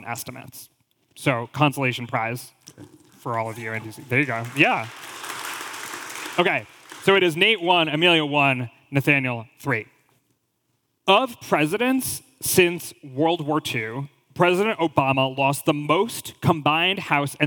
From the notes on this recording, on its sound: In this live taping of Model Talk in Washington, D.C.